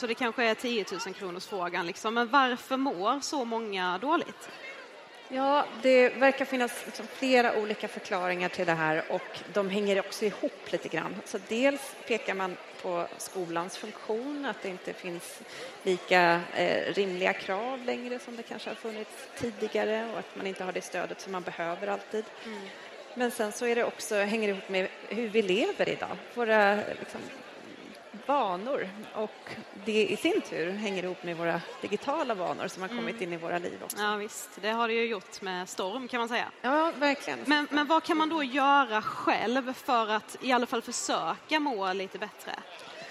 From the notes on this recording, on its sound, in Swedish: Livepodd från den 6 december 2023 i Avicii Arena.